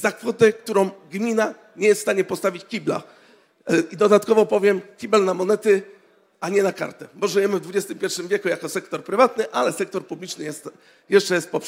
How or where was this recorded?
live audience